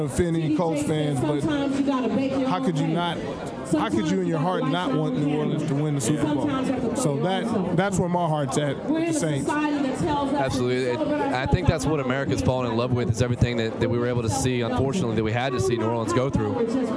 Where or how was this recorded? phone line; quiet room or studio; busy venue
busy venue